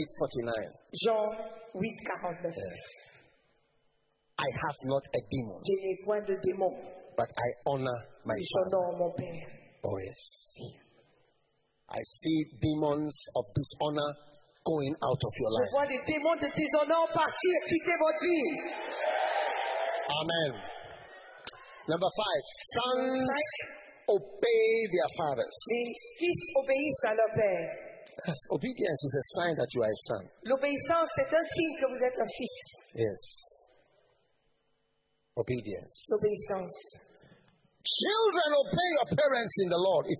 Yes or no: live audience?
yes